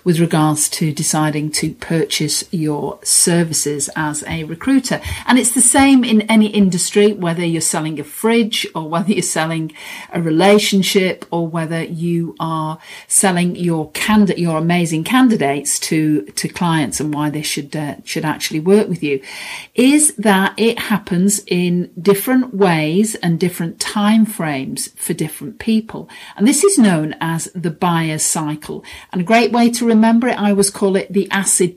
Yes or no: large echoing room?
no